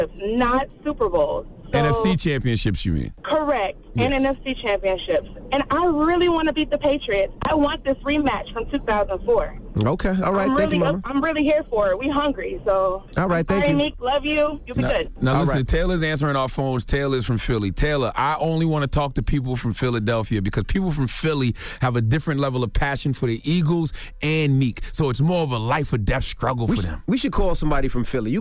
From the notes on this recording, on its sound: We opened up the phone lines. We opened the phone lines to see what our listeners thought.